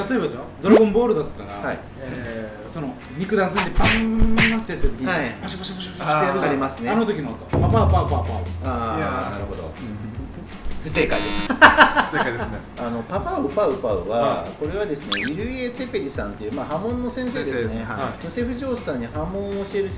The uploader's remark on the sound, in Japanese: 収録場所 やんばる酒場MO－RI